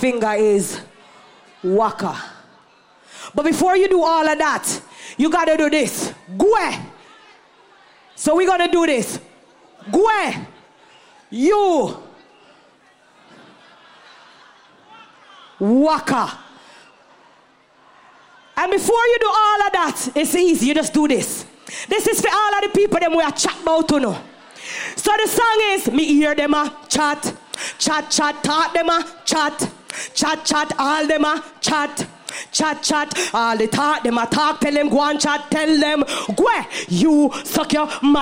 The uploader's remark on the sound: Live Performance Brt Weekend Atlantic City 2023